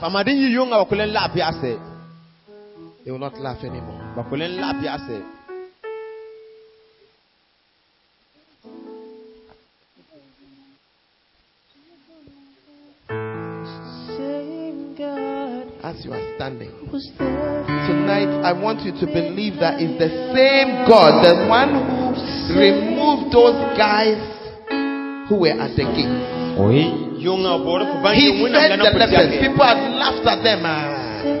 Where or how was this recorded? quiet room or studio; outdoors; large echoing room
large echoing room